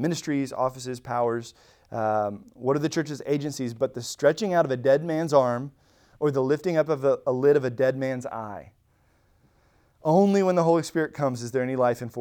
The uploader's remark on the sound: Recorded at Emmaus Church in Buford, GA